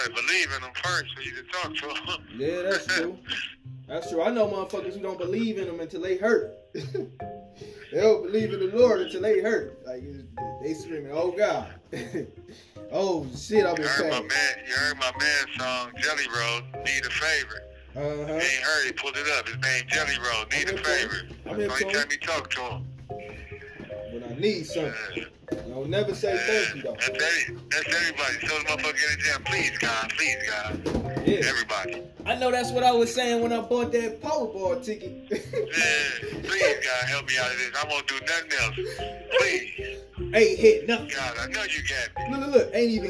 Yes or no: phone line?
yes